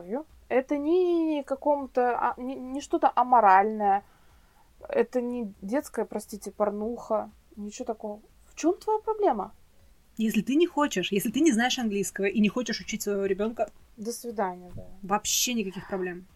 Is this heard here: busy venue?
no